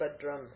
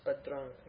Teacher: Om Bhadrang. That Anuswara that you see there is going to be pronounced like the guttural nasal. · Shown in: second take · Okay, it's not Bhadram, it's Bhadrang, okay.